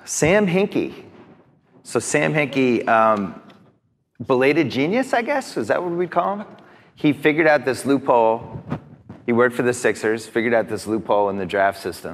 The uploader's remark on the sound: Live From NYC's Advertising Week. Host a live podcast event for NYC's Advertising Week.